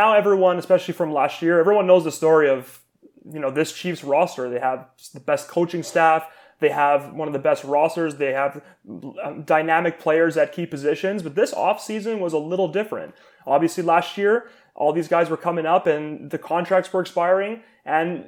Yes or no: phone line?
no